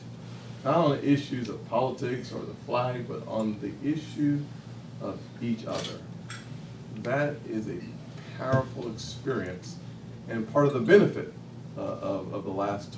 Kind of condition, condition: setting, busy venue